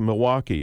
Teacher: I've heard people drop the L from Milwaukee, so that it comes out like Milwaukee.